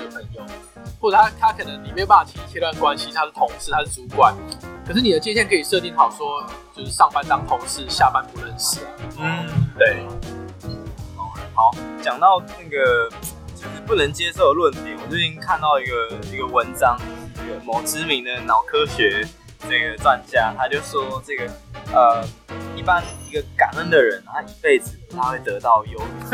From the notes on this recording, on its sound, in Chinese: 本集音檔為 2019 年錄製，錄製時收錄較多環境雜音，已降噪處理加上背景音樂